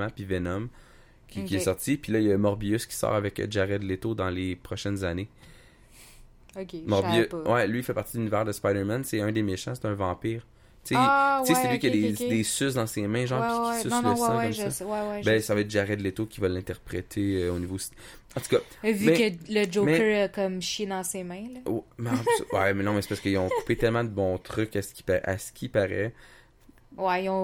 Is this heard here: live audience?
no